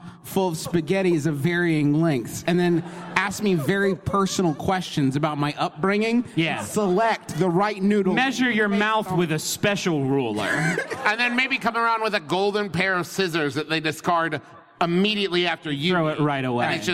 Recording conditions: live audience